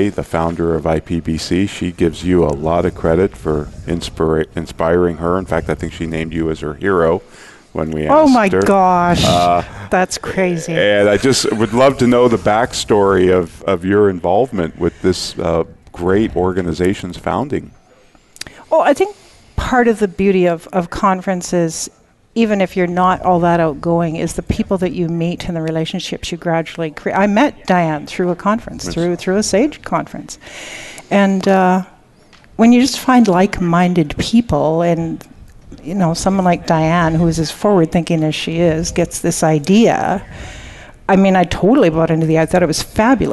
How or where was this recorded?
busy venue